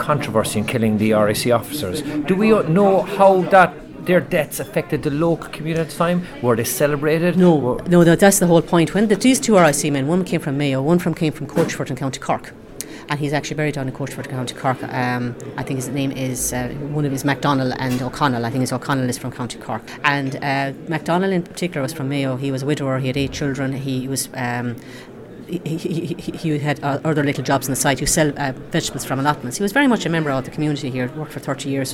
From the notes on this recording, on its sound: In Tipperary, for a series of lectures at the Soloheadbeg Symposium.